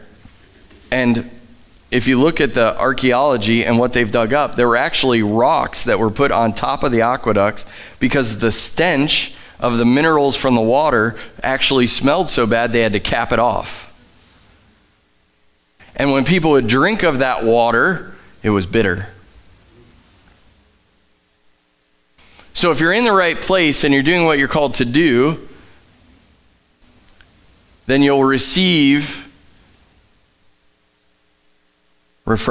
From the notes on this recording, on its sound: Live from The Summit Church in Dover, OH